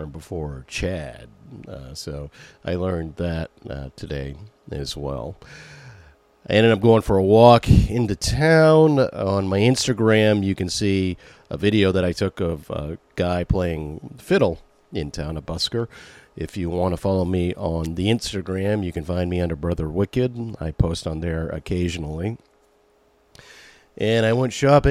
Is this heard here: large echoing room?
no